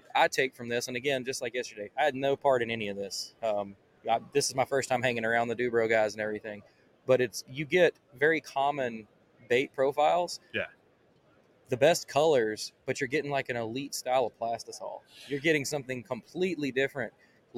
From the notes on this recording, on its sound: Live from ICast '23 the PNF Hosts take over the DUBRO Fishing booth